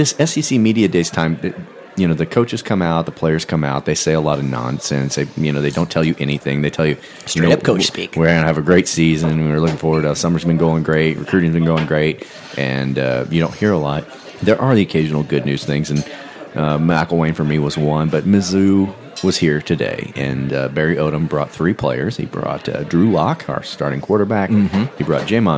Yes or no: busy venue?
yes